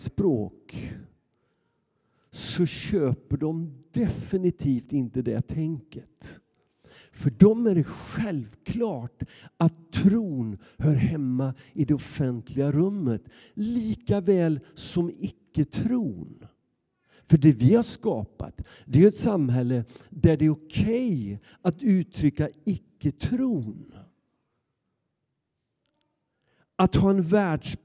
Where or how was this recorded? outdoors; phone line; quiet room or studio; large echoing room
large echoing room